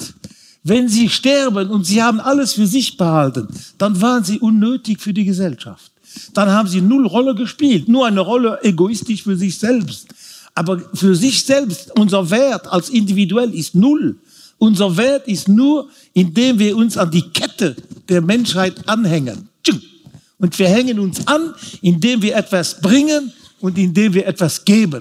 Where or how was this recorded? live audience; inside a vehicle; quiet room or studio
live audience